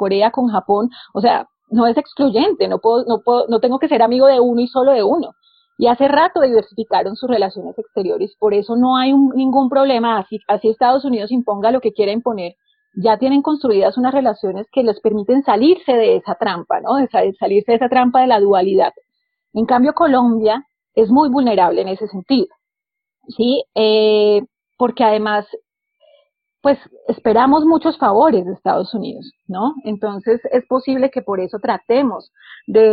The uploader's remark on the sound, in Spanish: Seguimos grabando Coordenadas Mundiales desde el confinamiento impuesto por la COVID-19, por lo que la calidad del sonido, lamentablemente, no es la que normalmente tiene nuestro pódcast.